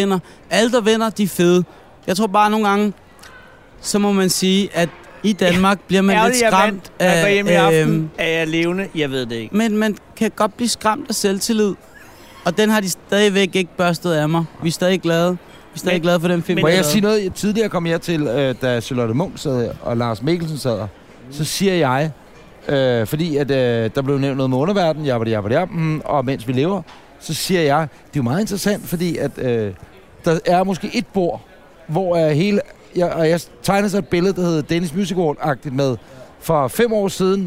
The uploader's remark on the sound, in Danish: Optaget under årets Robertprisen 2018 på Tivoli Hotel i København. I deres sofa oppe på balkonen.